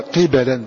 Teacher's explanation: قراءة من بقي نافع بن عامر بكسر القاف وفتح الباء